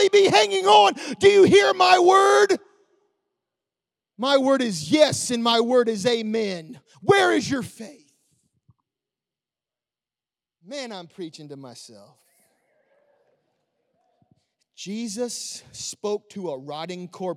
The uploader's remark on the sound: Recorded live on 9/26/21. The Oasis Church, Middletown Ohio.